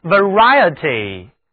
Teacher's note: 而后面的那个字母组合 IE 读音是 IA，口型要大一点